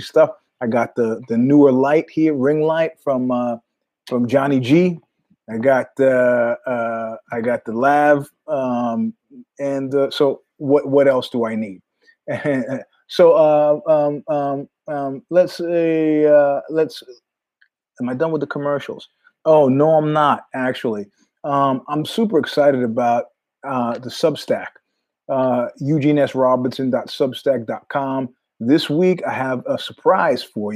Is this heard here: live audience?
no